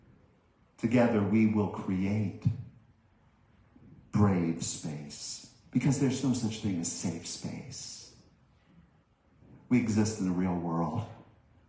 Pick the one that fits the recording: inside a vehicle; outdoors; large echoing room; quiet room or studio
large echoing room